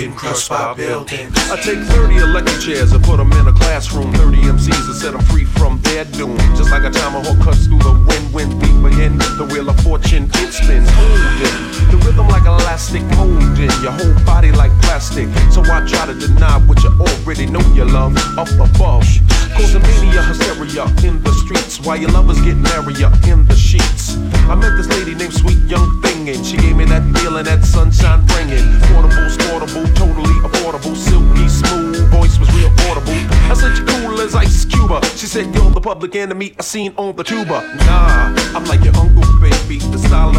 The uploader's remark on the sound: LIVE from Oakside Lounge. A Live segment from my Friday night spot.